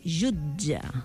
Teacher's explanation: Que té la primera lletra, la J, i després trobem una combinació amb la TG, que si us hi fixem, quan parlem, no diem una T, sinó que diem una D al davant de la G, jutge. Això forma part de les lleis fonètiques en català, que fan que la G davant de la E soni sonora i al seu torn faci tornar sonora la T, és a dir, que la transformi en D. · Term: so africat